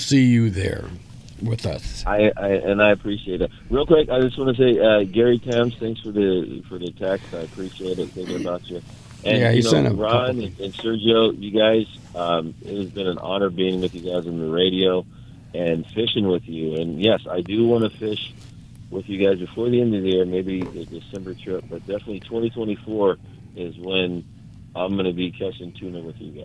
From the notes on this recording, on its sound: "LIVE" from Angel Stadium in Anaheim, CA. On AM 830 KLAA.